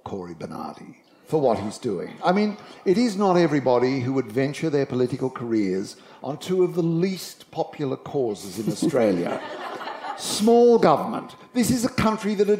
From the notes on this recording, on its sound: recorded live at Montalto Vineyard and Olive Grove